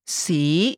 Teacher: It starts with a low pitch and rises to high pitch. · Term: second tone